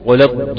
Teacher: وتنتبه على فتح الضاد وتشديدها